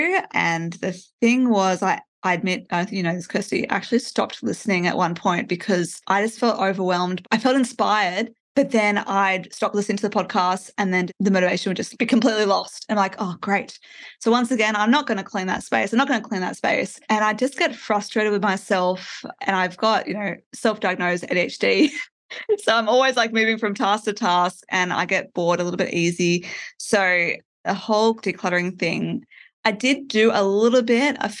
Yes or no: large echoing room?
no